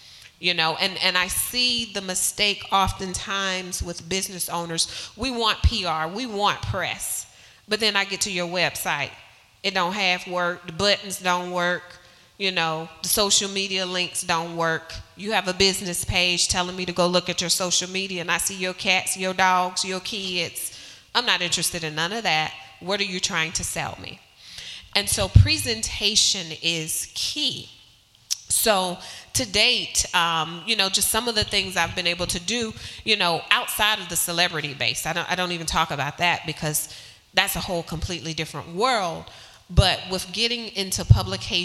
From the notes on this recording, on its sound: This episode was recorded with a live audience at NC Nonprofit, Real Glow Getters' Glow Get It Festival in Greensboro, NC.